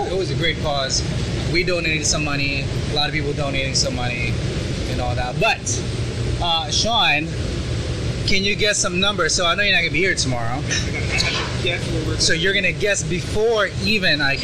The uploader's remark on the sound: Live in the restaurant. Live on the line.